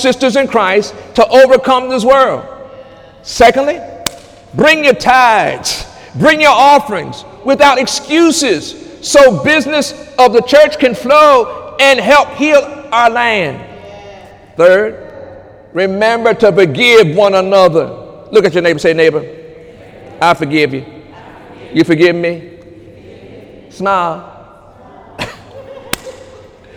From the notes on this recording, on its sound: During Sunday morning service on June 24, 2018